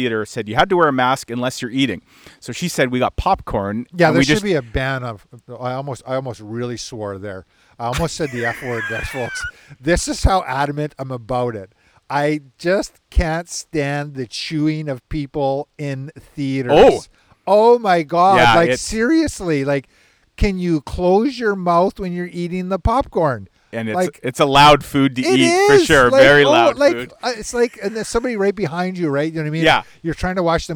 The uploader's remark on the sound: With a special edition recorded from Pine Ridge golf course following two straight days of teeing it up in charity tournaments.